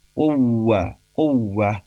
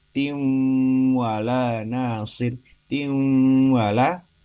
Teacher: Yang pertama adalah uwa itu hanya menahan sebentar dan tidak melibatkan suara hidung. Tapi kalau yang tim wala nasir atau tim wala itu di situ bacaannya kita tahan lebih lama dan melibatkan suara hidung.